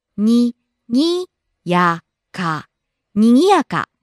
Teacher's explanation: Rising on the second syllable gi, coming down on the third syllable ya and staying low.